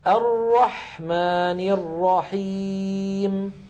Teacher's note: الحاء من كلمة الرحمن ساكنة، فزمنها مساو لزمن السين في بسم ولزمن الحاء في الرحمن.